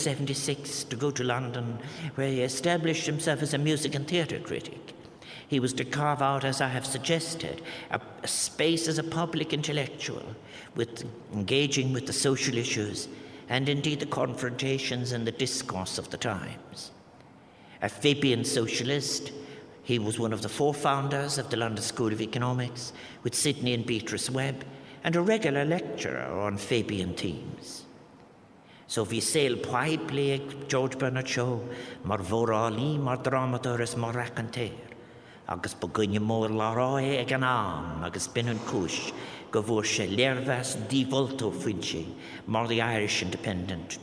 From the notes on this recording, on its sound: Back in Town conference opening reception